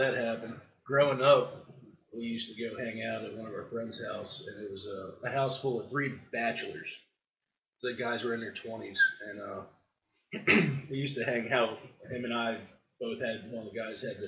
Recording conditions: poor sound quality